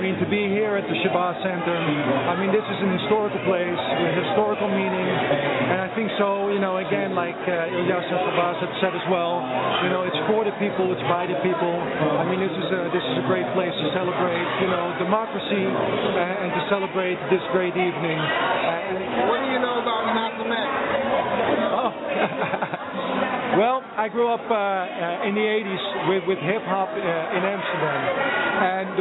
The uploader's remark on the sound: Election Night Watch Party-Live From one of Harlem's most historic sites, The Malcolm X and Dr. Betty Shabazz Memorial Educational Center!